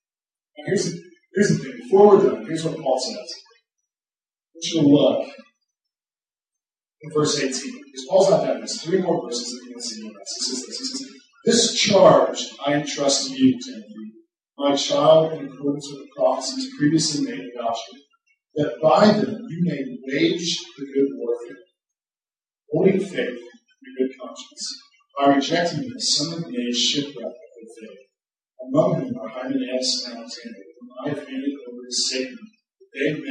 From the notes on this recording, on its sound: Due to technological difficulties, this week's recording doesn't have the same quality as a normal week.